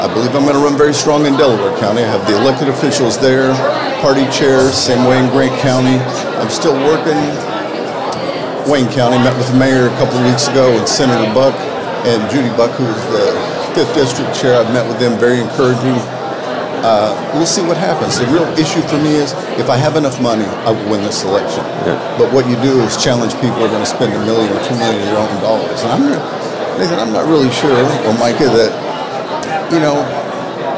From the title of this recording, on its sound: Live from the Lincoln Day